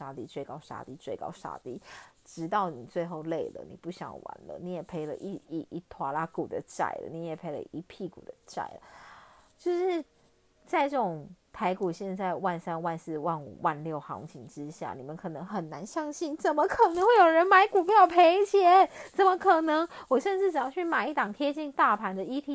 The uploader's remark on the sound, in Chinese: 這一集換了錄音方式，所以有些沙沙的聲音